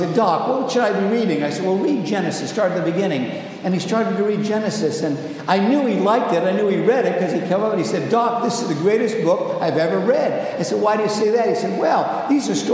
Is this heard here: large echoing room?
yes